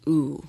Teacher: in Victoria, die sagen das etwas hinten, ja, also die Zunge ist auch hinten und die Lippen sind etwas flach